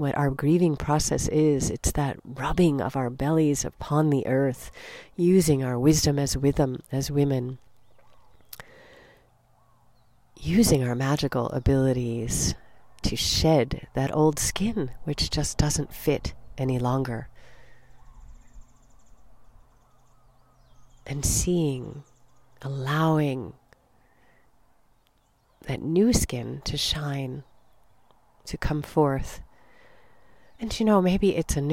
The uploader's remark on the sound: Recorded 'mom style' (no frills, just me, a mic and the Hawaiian rainforest).